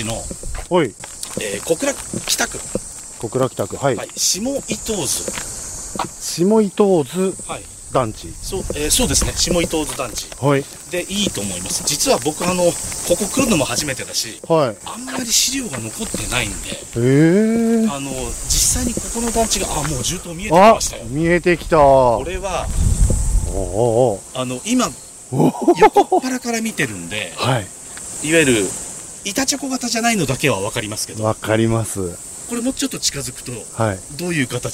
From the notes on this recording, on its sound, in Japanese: 久しぶりのロケ収録！北九州市の下到津団地にやってきました。